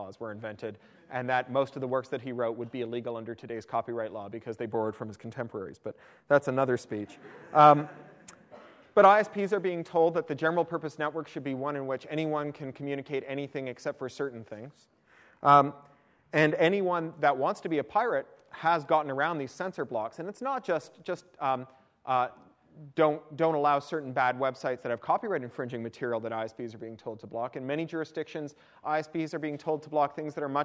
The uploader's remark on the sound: attended my University of Toronto iSchool talk